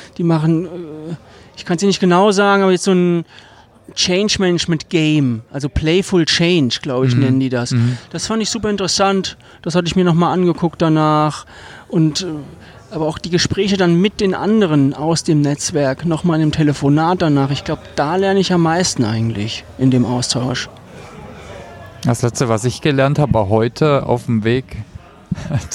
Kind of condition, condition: setting, busy venue